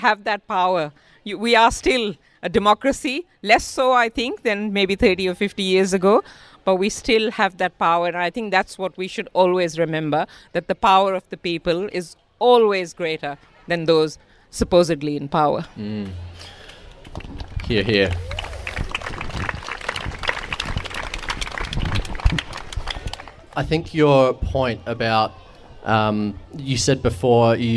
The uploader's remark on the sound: Hosted live at Renew Fest in May, and it's incredible to have such an energetic and progressive crowd in the background of the conversation. The energy from the live crowd at Renew Fest.